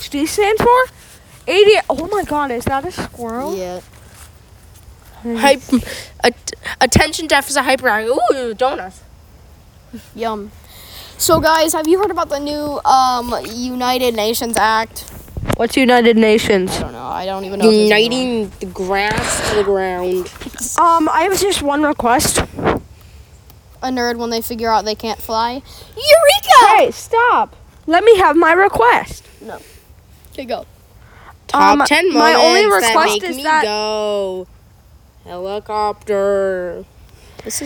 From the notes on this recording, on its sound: We went outside again!